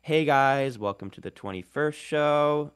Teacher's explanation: There's a lifestyle influencer accent like, hey guys, welcome to the 21st show. Sort of that uptalk characteristic of like Valley Girl English, but it's actually very good for retention because it makes it sound like something's always coming next.